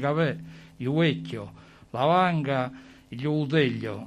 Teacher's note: a Fiuggi la V non la usiamo, usiamo la V doppia